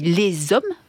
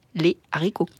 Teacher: le H muet, lui, permet de faire des liaisons, mais pas le H aspiré. C'est pour cette raison qu'on dit les hommes, mais les haricots.